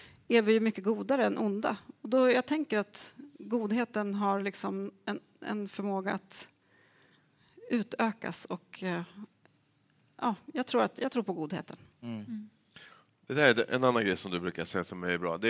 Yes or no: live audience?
yes